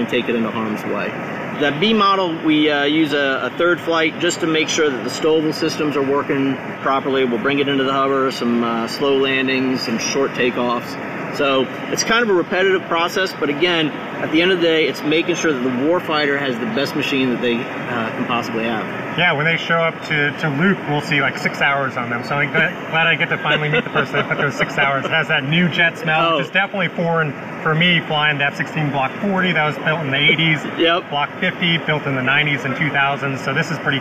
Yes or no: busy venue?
yes